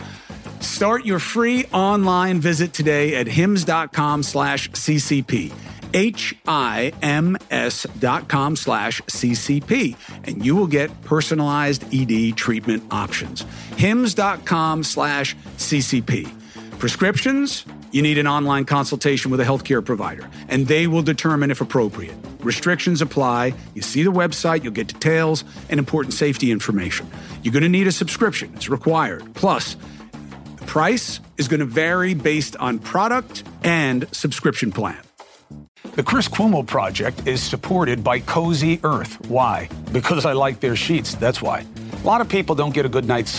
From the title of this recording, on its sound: Listener Calls